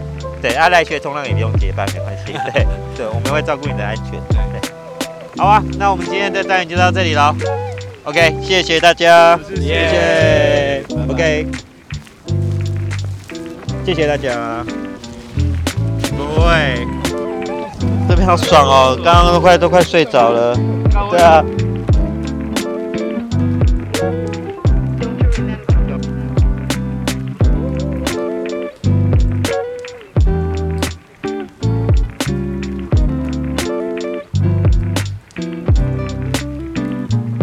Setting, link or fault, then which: setting, outdoors